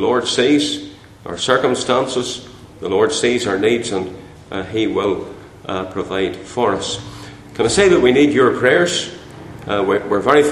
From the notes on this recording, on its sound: Chairman's remarks at the Centenary Conference in London at Westminster Baptist Church